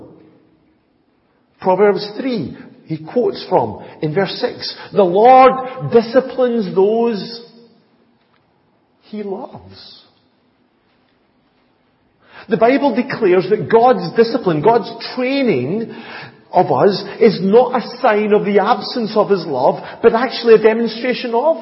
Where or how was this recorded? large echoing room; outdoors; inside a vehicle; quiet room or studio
large echoing room